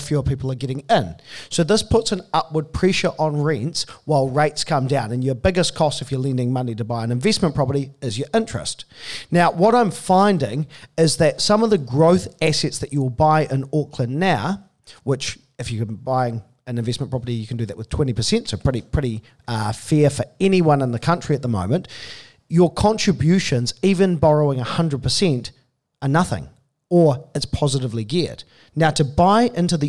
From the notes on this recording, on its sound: Live in Auckland. Recorded in front of a live studio audience.